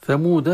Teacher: فتحة في الدال فقط، ما في ألف، الألف هنا رسما وضعت عليها دائرة صغيرة، يعني أن هذه الألف ما تلفظ لا وقفا ولا وصلا، لكن في بعض القراءات هذه ألف تنوين، ثمودا كفروا ثمدا، ولهذا يكون إخفاء، وإذا وقف يبدلها إلى ألف.